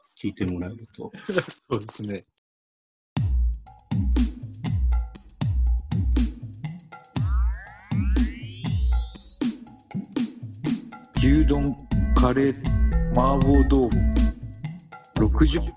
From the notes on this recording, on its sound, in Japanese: ZOOMの録りやすさ。収録地：それぞれの家（ZOOM収録）。